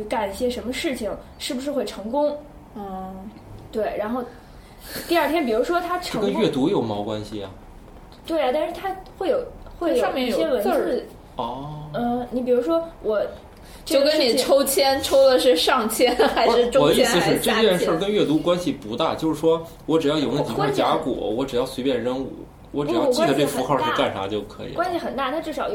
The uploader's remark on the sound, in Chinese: 本期节目为在张大妈办公区用录音笔录制，可能有街道上的杂音，请见谅。